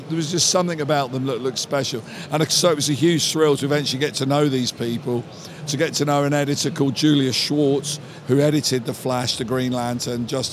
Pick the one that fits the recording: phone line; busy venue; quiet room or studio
busy venue